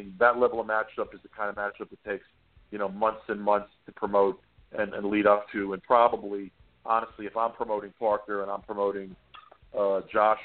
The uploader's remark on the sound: Hold down the desk and open the phone lines to the listeners.